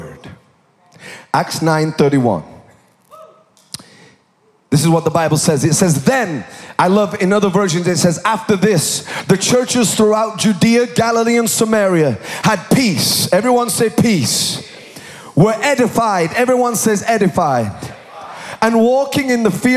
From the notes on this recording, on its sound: Recorded live at Planetshakers Church (Melbourne).